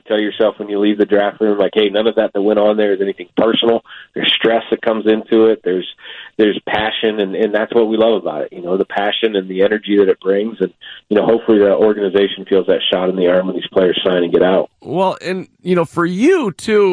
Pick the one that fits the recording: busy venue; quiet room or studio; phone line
phone line